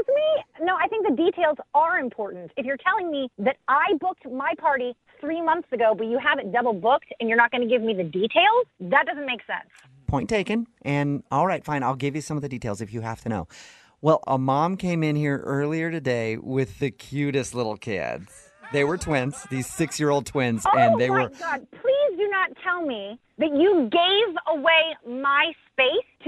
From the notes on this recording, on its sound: Phone Tap PODCAST